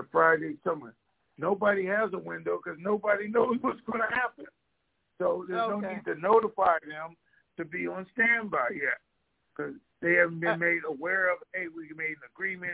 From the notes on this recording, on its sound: TNTSuperfantastic Conference Call